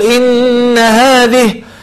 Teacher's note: مثال آخر إن هذه أمتكم أمة واحدة لو نقف إن هذه ولا نقول هذه نقول إن هذه لكن في حالة الوصل نبين المد وهو مد الصلة الكبرى